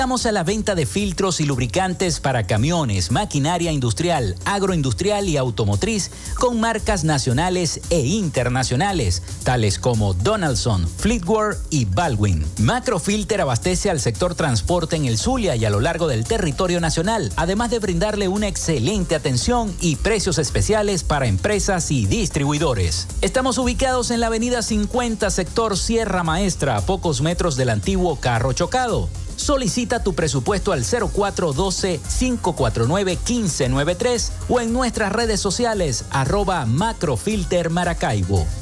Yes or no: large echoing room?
no